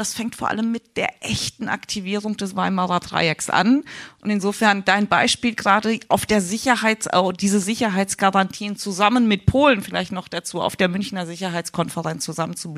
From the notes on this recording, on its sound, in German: LIVE vom Café Kyiv der Konrad-Adenauer-Stiftung+. Live aus dem Colosseum in Berlin anlässlich des Café Kyiv der Konrad-Adenauer-Stiftung. Diskutierten wir zum ersten Mal live vor Publikum.